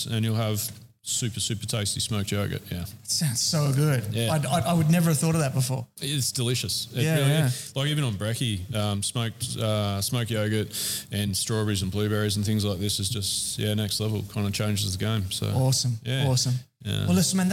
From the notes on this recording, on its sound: recorded during the Grand Opening weekend of the store